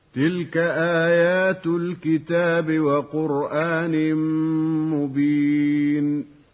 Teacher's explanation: والوقف على كلمة مبين مد عارض للسكون، يمد بمقدار حركتين هكذا بالسكون المجرد: تلك آيات الكتاب وقرآن مبين، وبمقدار 4 حركات هكذا: تلك آيات الكتاب وقرآن مبين، وبمقدار 6 حركات هكذا: تلك آيات الكتاب وقرآن مبين.